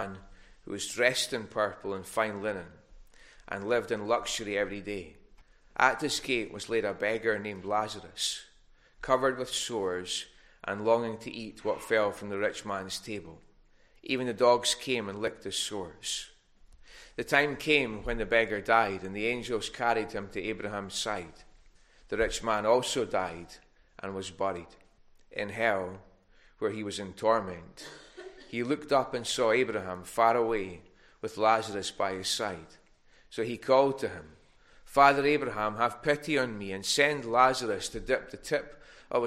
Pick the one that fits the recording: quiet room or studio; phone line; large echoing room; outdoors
large echoing room